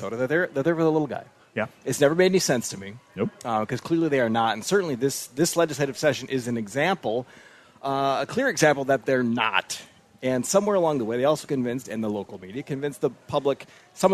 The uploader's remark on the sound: Live From MN State Fair